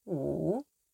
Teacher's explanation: Tone three is a long tone that falls in pitch and rises again. In English, this tone sounds doubtful or sardonic.